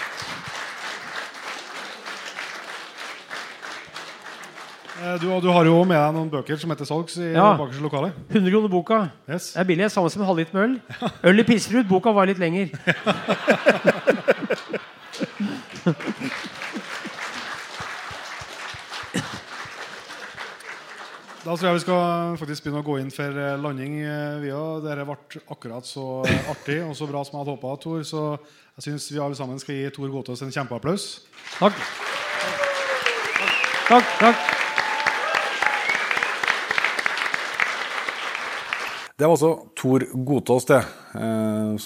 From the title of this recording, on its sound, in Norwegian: Live fra Løten